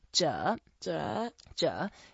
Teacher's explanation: It's a third tone, so you can go down first and then up.